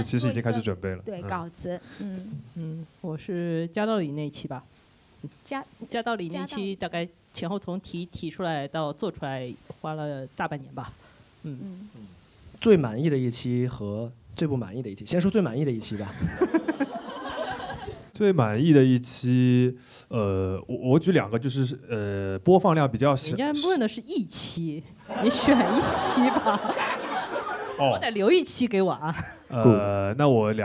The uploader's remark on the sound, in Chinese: 我们在北京举行了第二次听友见面会。但我们仍然决定放出一部分见面会的脱水录音。人类高质量现场问答。